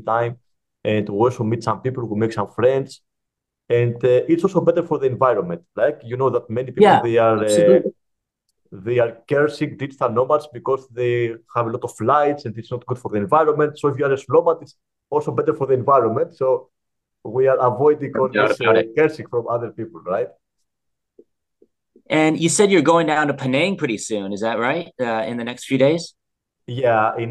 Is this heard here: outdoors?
no